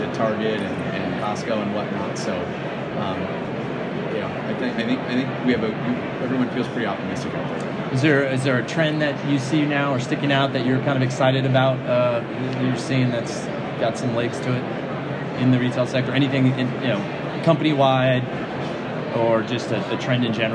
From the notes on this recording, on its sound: Live from ICSC RECON in Las Vegas.